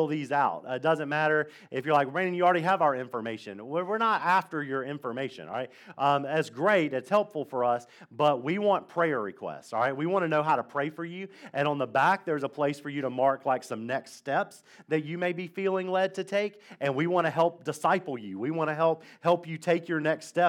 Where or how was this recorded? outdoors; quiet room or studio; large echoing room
large echoing room